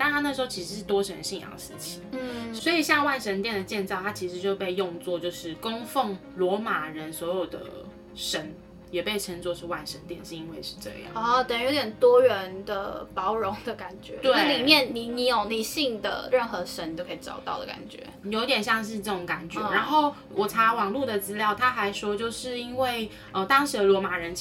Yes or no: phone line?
no